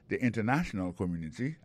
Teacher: Alors accent tombé sous troisième syllabe là.